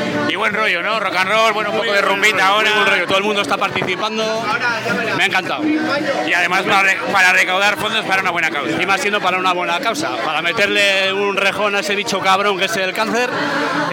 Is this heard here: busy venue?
yes